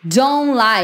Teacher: Não precisa falar o T do don't